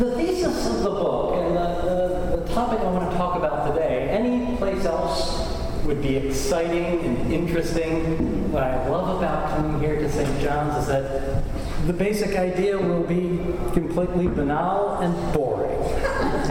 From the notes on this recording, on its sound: Recording of a lecture. As part of the Graduate Institute Summer Lecture Series.